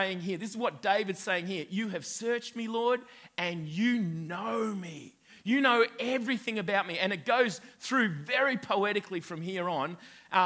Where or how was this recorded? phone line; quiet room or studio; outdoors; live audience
live audience